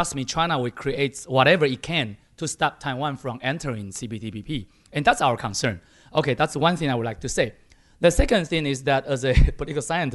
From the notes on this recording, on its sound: A special show recorded live at a forum in Taipei jointly hosted by ICRT and the European Chamber of Commerce Taiwan.